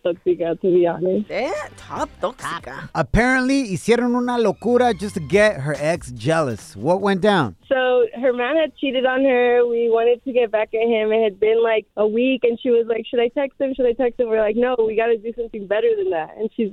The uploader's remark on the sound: We opened up the phone lines and asked our listeners the craziest thing they've done to get their exes jealous!